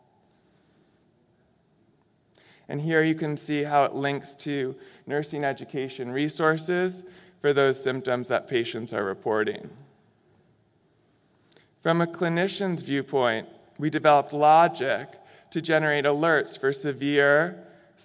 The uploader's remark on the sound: In this session recorded at DPHARM 2022.